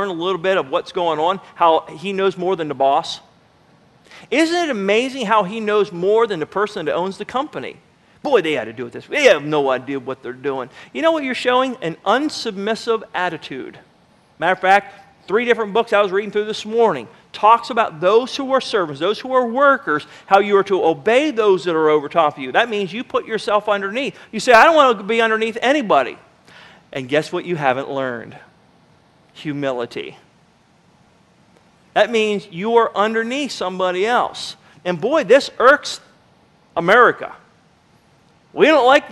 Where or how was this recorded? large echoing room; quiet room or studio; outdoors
large echoing room